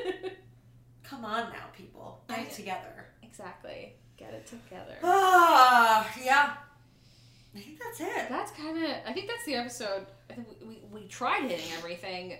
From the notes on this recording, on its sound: continually hits the mic stand!